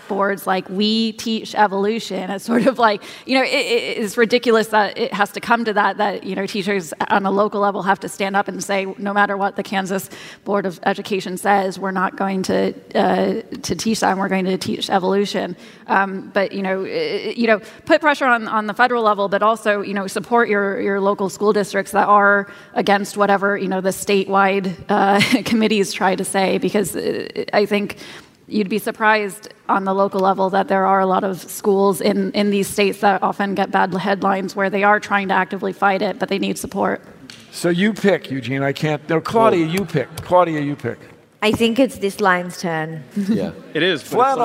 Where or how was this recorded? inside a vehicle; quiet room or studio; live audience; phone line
live audience